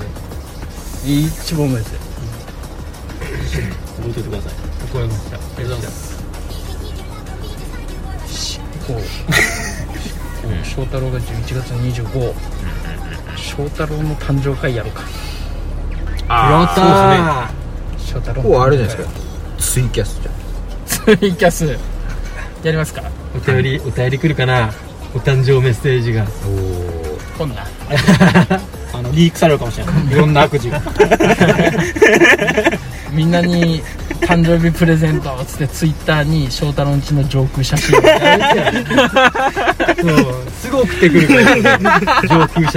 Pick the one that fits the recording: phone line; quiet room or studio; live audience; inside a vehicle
inside a vehicle